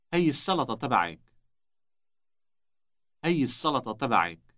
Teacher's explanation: Note the elongated S sound at the beginning of salad.